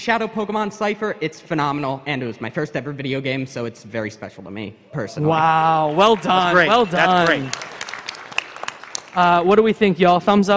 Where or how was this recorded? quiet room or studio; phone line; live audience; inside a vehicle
live audience